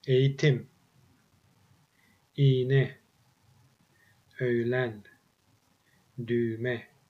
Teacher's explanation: If the preceding vowel is a front vowel, that's one of I, E, Ö, Ü, then yumuşak G will be pronounced like ye.